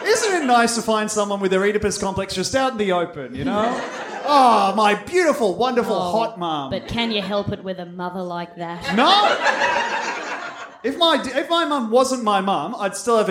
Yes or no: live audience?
yes